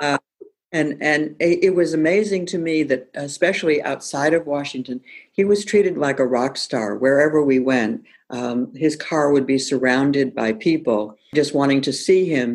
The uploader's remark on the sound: From an oral history interview. Via zoom.